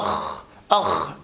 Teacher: وأما عن صفات هذا الحرف، فهذا الحرف مهموس رخو مستعل منفتح. وقلنا معنى مهموس أي ليس فيه اهتزازا للأوتار الصوتية، فحينما تقول أخ أخ لأنه يجري النفس فيها أو الهواء فيها، أخ أخ أخ.